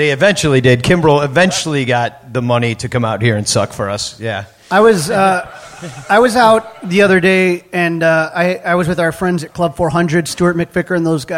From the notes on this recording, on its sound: Live From Gman Tavern in Chicago!